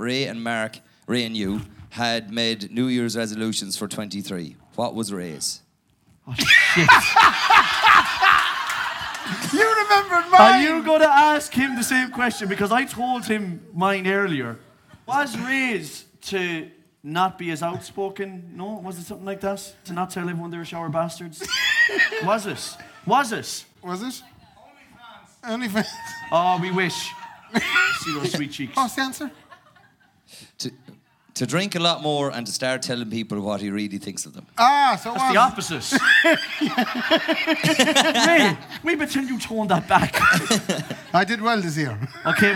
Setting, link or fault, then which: setting, live audience